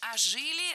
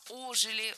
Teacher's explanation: Не ожили, а ожили. Ударение в этом слове ставим на приставку. · Shown in: second take